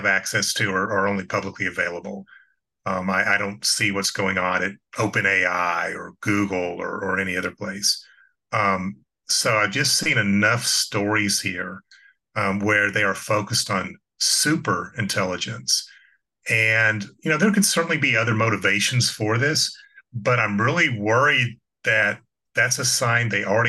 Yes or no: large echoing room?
no